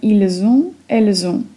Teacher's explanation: Dla être mamy ils sont, elles sont, a dla avoir mamy ils ont, elles ont. Dźwięk z wynika tu z liaison.